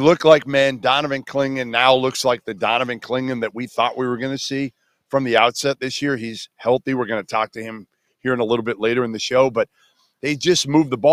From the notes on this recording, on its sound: LIVE from UConn! LIVE from Hartford.